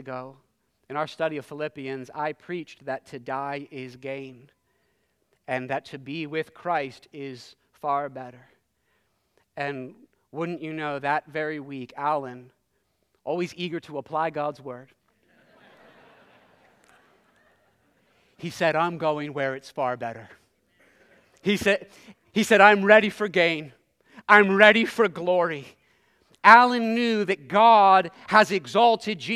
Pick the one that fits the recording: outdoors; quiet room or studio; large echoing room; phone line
large echoing room